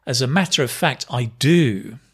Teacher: really feel the stress on do. As a matter of fact, I do.